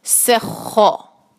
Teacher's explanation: खो को भारी रखेंगे आवाज़ को, और फतह के साथ एक हरका